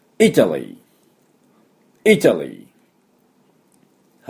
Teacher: I、喉の奥で I と鳴らします。